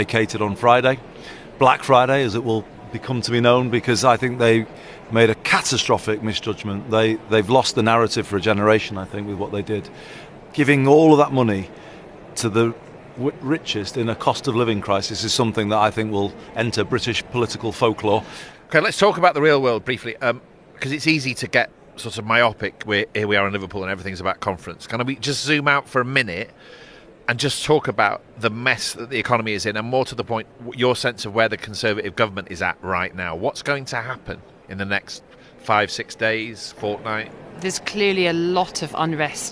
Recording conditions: busy venue